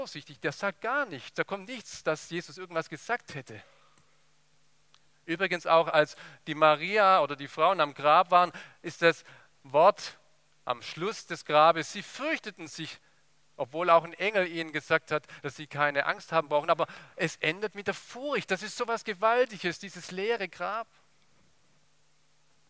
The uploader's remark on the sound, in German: aus dem Gottesdienst der Liebenzeller Mission